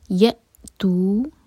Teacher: سانس رکنے کی آواز آنی چاہیے، کٹ آف ساؤنڈ جس کو کہتے ہیں